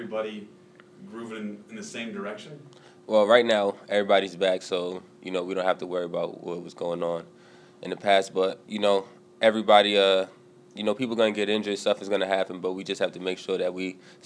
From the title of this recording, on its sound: Press Conferences & Post-Game Interviews